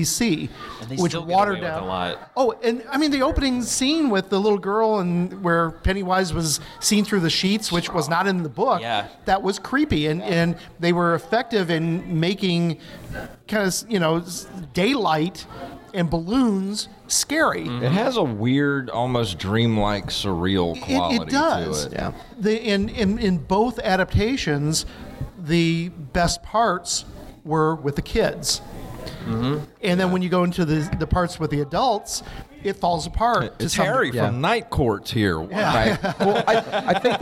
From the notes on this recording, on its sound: answer questions from the audience!